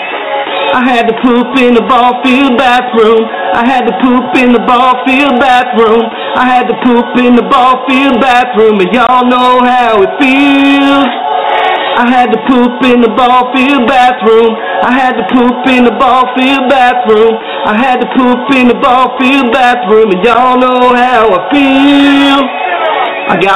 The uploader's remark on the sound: Broadcasting & Recording LIVE from the Kendall SPORTS GRILL on Kendall Drive and 97th Avenue